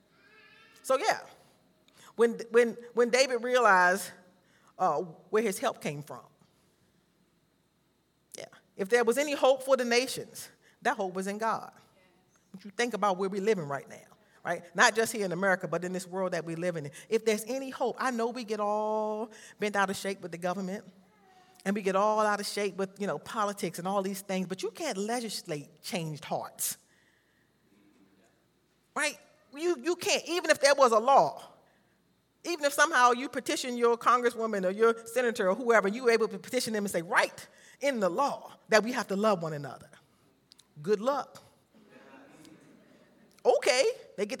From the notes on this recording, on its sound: This sermon was recorded live on July 10th, 2022 at Newark United Pentecostal Church.